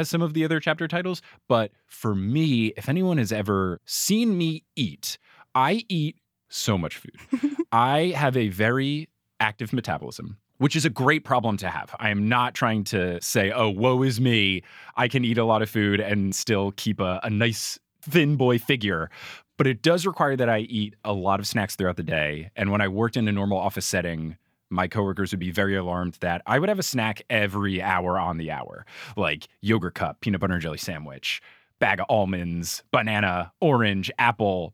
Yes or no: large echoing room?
no